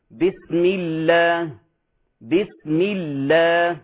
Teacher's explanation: لاحظ اللام في لفظ الجلالة مرقق